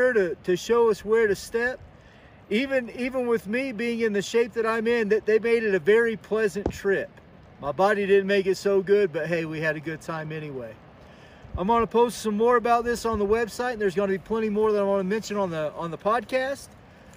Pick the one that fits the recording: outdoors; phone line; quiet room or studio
outdoors